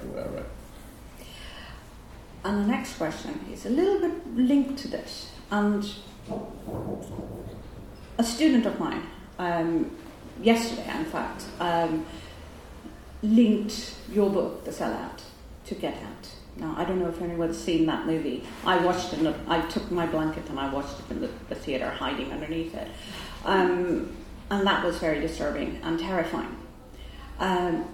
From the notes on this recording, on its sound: a sold out crowd at Sutton House in Hackney, London